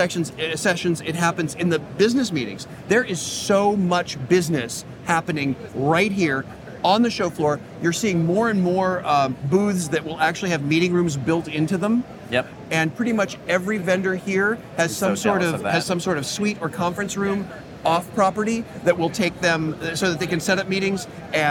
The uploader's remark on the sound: LIVE from the IAAPA Expo Show Floor